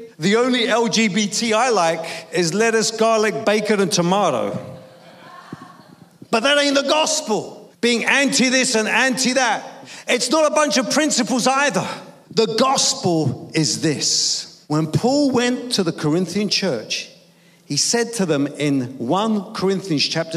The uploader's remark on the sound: preaching at a Church in Thailand